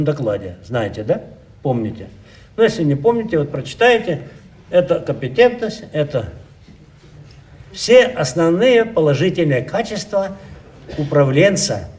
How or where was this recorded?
large echoing room